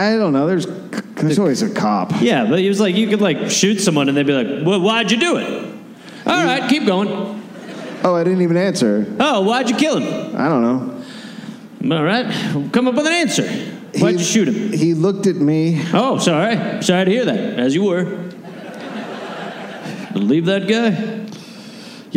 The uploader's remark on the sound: Recorded live in Salt Lake City, Utah.